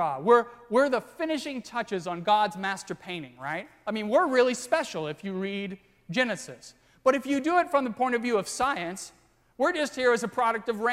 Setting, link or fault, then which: setting, large echoing room